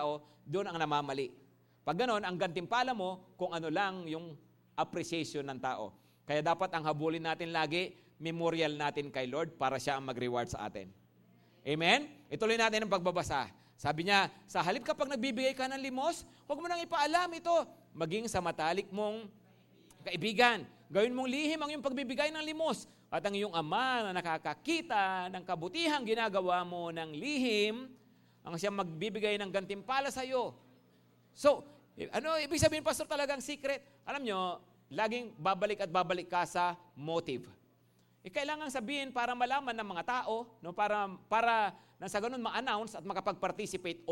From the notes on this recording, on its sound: Preached last December 3, 2023 at Grace Testament Church's 5:30pm service.